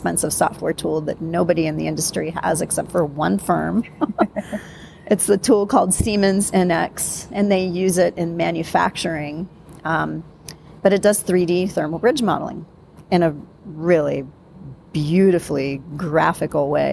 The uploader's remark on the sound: special bonus episode recorded at the Passive House Network Conference